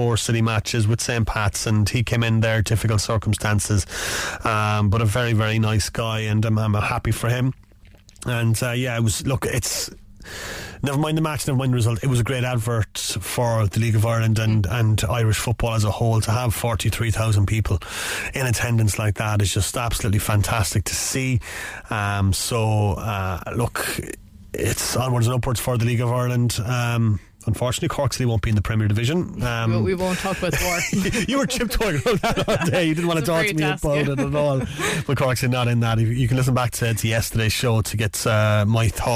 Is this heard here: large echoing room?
no